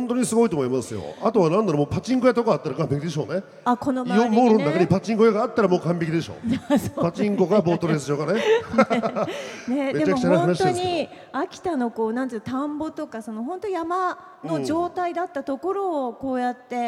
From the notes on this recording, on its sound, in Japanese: 秋田県内最大級のテーマパーク！？ イオンモール秋田にて公開収録が実現。大勢の観衆を前に、秋田話にも花が咲きました。